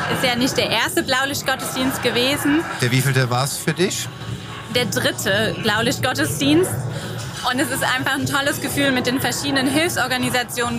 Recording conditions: busy venue